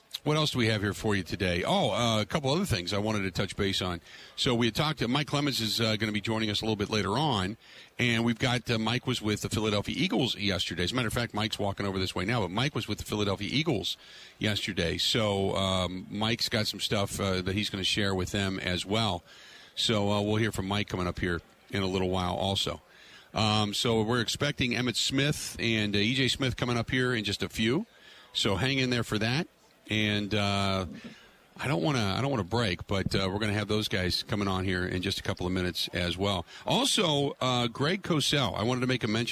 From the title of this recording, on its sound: Live From Radio Row At Super Bowl 57